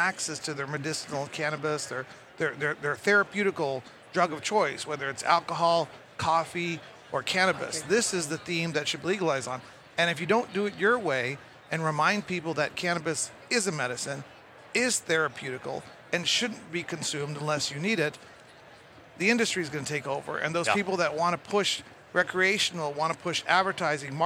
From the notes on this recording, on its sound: Recorded at MJBizCon 2023